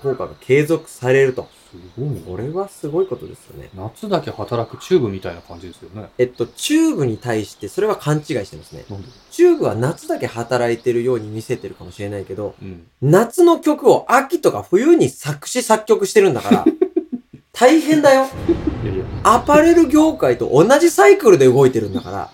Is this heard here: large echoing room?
no